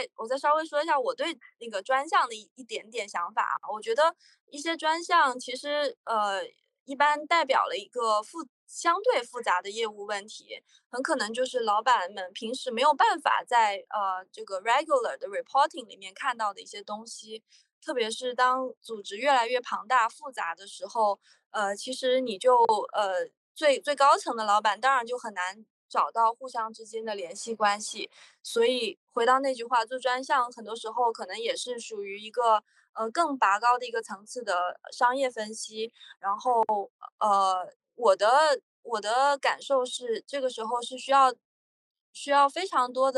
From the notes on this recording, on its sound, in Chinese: 开展了一场线上圆桌交流。我们截取了其中部分讨论制作了本期节目。